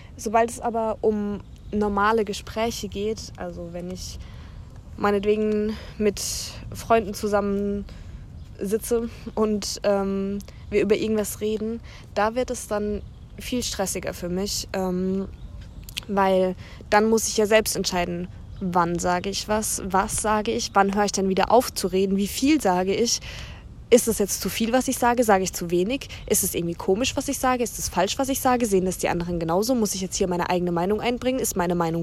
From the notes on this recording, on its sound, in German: Da ich die Folge in einem Zelt aufgenommen habe, gibt es ein paar Hintergrundgeräusche